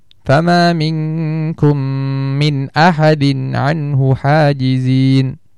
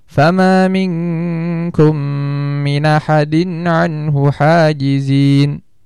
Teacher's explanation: Jadi yang benar adalah kita menyebutkan, kita melafalkan nun secara jelas dengan diberi dengungnya sebentar saja tanpa menyempurnakan dengungnya tersebut · Shown in: first take · kemudian kita langsung lanjut ke alif atau hamzah di sini.